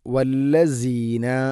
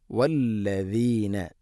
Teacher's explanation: എന്നിരുന്നാലും വല്ലദീന വല്ലസീന എന്നോ വല്ലദീന എന്നോ അല്ല, വല്ലദീന നാവിൻ്റെ അറ്റം മുൻപല്ലുകളുടെ ഇരുനിരകൾക്കിടയിലൂടെ അല്പം പുറത്തോട്ട് നിൽക്കണം. · Shown in: second take